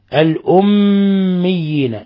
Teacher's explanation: ميم مشددة حرف غن مشدد يغن مقدار حركتين، وفي عندنا ياءين، ياء الأولى مشددة الأميين، في مشددة وفي ياء أخرى، هذا يسمى مد تمكين، يسمى عند القراء مد تمكين.